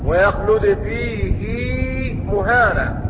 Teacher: قرأ ويخلد فيه مهانا بإشباع الهاء، وقد وقعت بين ساكن ومتحرك